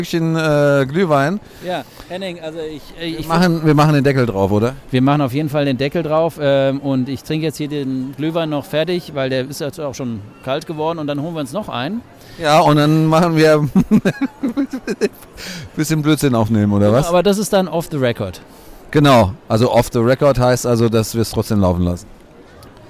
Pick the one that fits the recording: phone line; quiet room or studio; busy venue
busy venue